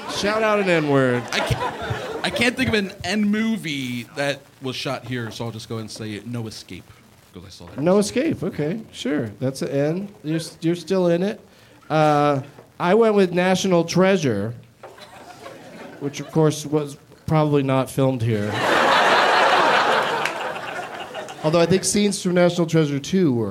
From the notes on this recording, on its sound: Live from The Improv in Orlando